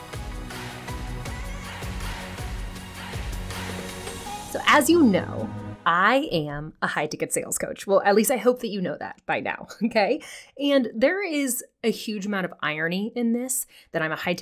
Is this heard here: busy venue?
no